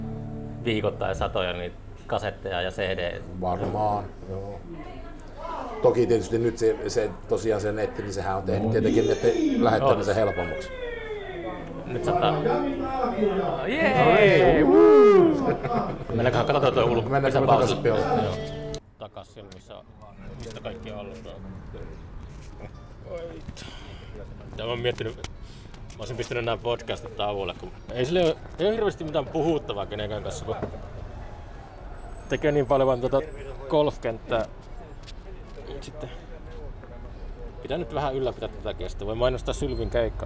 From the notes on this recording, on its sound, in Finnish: Jakso äänitettiin Pub Merikulmassa, Oulussa